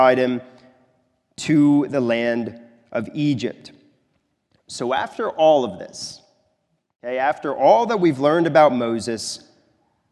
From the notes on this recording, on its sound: This is a sermon recorded at the Lebanon Bible Fellowship Church in Lebanon, PA during the evening worship service.